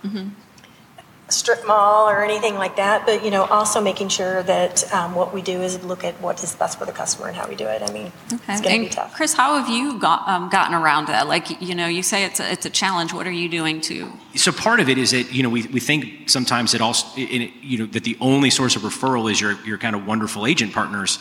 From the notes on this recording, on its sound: These leaders were featured on a panel at HousingWire Annual in Frisco, Texas.